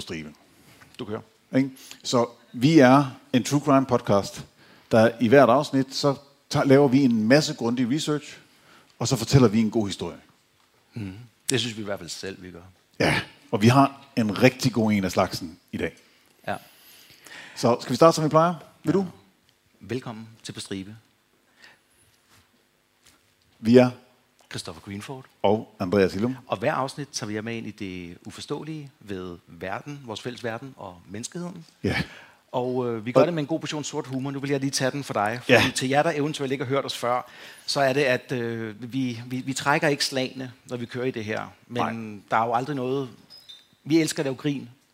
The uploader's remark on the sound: Live fra Krimimessen21